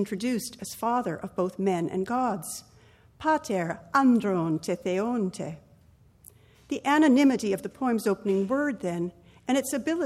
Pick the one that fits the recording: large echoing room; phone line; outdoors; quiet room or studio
large echoing room